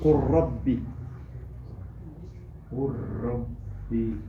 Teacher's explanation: Le ra, le, c'est la pointe de la langue qui touche le début du palais. Donc, comme c'est les deux mêmes points de sortie, le lem il s'annule, on fait une chatta sur le ra